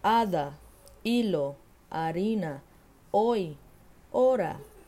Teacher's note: isso ocorre no espanhol com o H é mudo, então ele está ali só para cumprir a regra gramatical, mas ele não tem som.